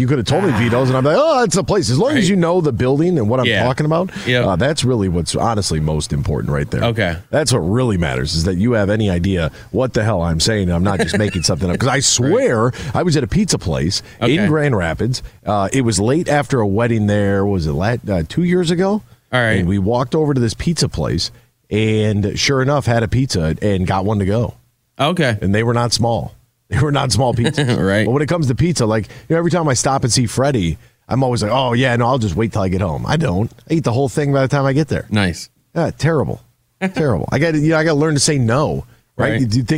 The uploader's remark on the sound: Live from the Toledo Golf Show at Sylvania Tam-O-Shanter